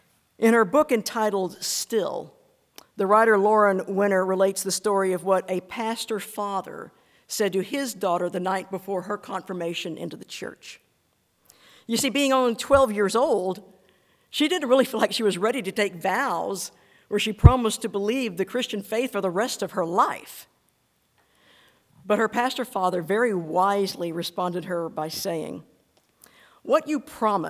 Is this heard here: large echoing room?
yes